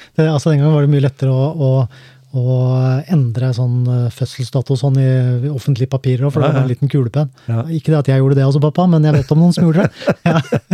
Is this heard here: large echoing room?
no